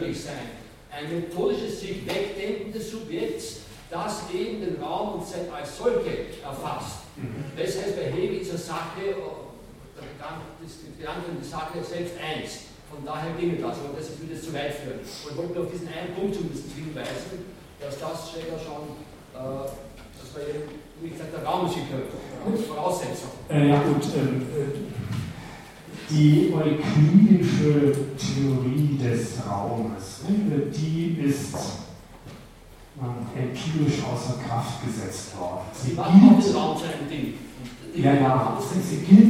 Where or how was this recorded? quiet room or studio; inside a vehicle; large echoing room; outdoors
large echoing room